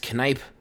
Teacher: I wasn't familiar with Chris Kneipp, so much so I really enjoyed him sending along a phonetical pronunciation of his name, saying it's Kneipp with a long I. Emphasis on the second syllable rhymes with can pipe.